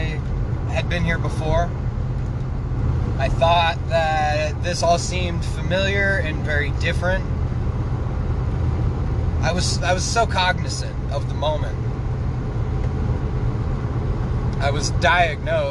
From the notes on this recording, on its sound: Sorry about any dead air time. Glad the in vehicle noise isn't so bad.